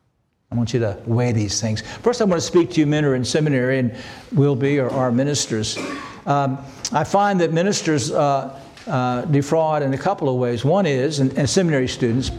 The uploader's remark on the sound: This sermon was preached on October 15, 2023 at Antioch Presbyterian Church. At Antioch Presbyterian Church, a mission work of Calvary Presbytery of the Presbyterian Church in America located in Woodruff, South Carolina.